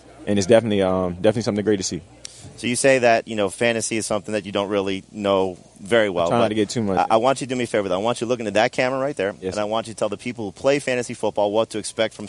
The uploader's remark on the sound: Live from radio row, welcome to Super Bowl week!